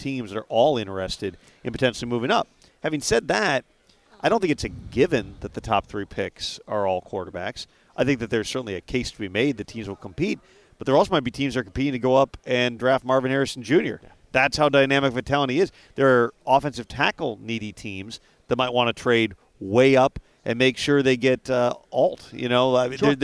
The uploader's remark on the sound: live from the NFL Combine